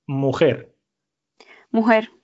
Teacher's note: el debilitamiento, es decir, hacer más débil el fonema que está presente pues, en las letras J y G